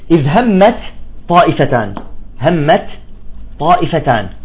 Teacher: لاحظتوا انه اندغمت التاء بالطاء · Term: تدغم التاء بالطاء